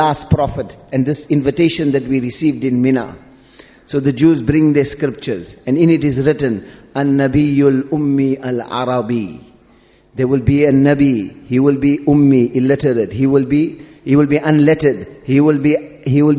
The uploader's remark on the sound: Jumuah Lecture at Masjid Al Hilal.